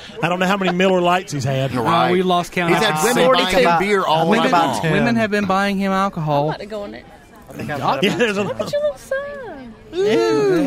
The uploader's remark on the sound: Our 4th Anniversary Show Live from Vintage